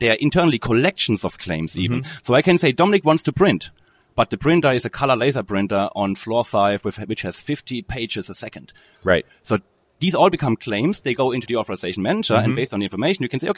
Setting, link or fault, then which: setting, busy venue